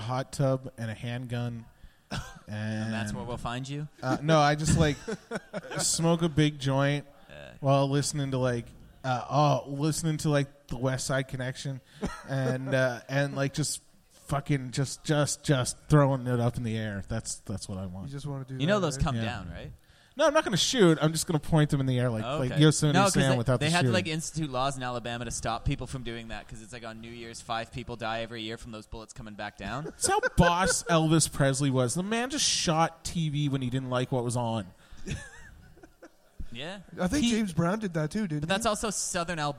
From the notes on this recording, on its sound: Live podcast recorded every Tuesday live at The Company House in Halifax, Nova Scotia.